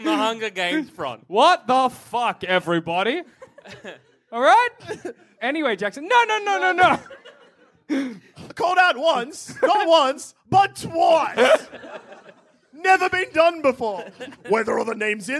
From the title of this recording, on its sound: Live from MICF